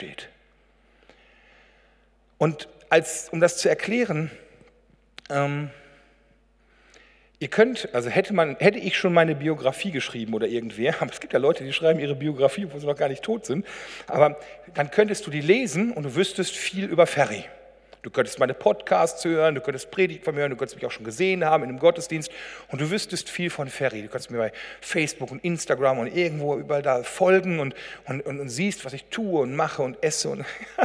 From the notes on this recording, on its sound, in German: Das Video zur Predigt ist der Livestream des gesamten Gottesdienstes der Evangelischen Landeskirche in Halver.